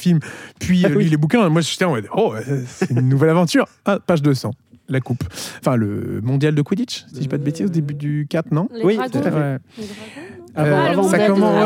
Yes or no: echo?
no